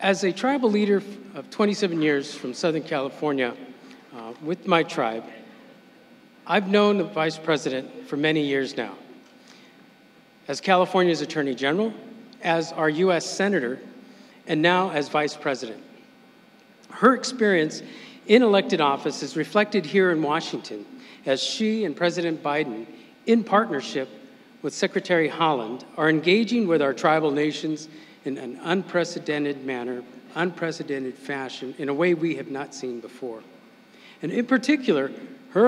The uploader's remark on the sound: at the event, which was held at the Department of the Interior in Washington, D.